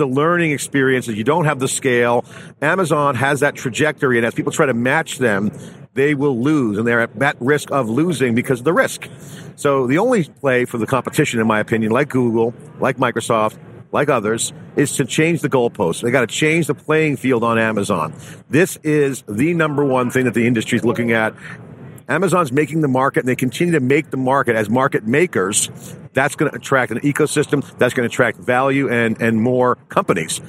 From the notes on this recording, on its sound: AWS re:Invent 2018. TheCUBE's second day of live coverage from Las Vegas NV.